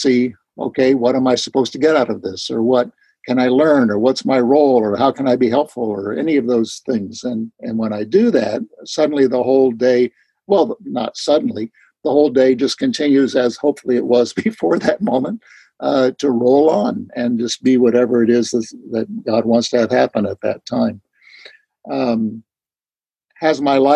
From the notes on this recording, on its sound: The weekly zoom speaker meeting hosted by the Barcelona fellowship